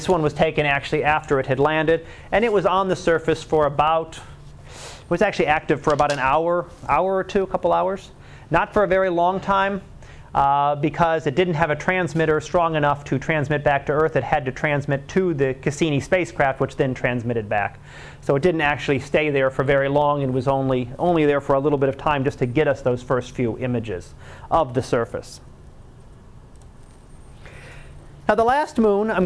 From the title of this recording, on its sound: Live Class Lecture